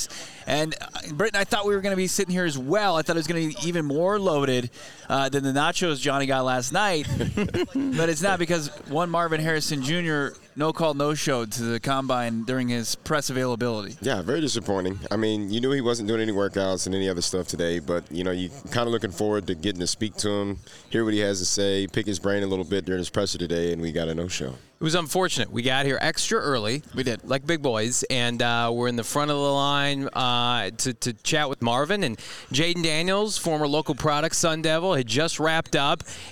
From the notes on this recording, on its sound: LIVE from the NFL Combine!